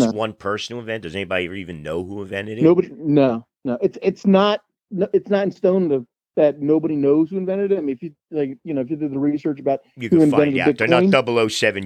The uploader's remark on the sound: A phone interview